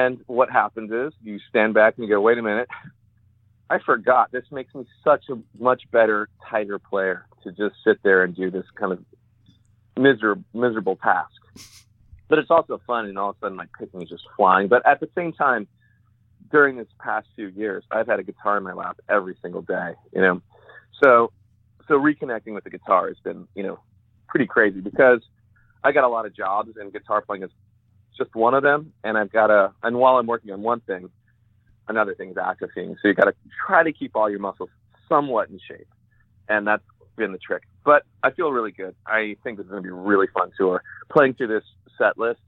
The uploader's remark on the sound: we hopped on the phone